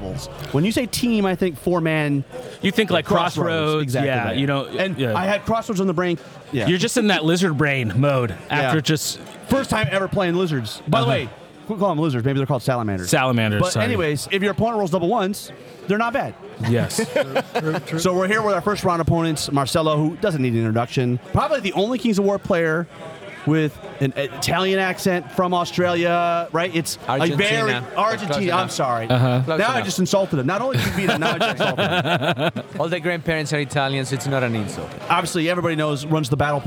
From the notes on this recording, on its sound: Counter Charge continues our on-site Adepticon coverage.